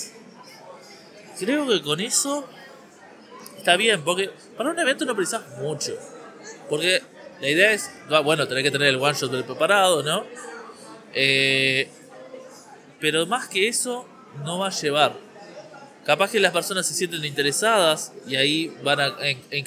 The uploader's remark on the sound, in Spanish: Grabado desde el Montevideo Comics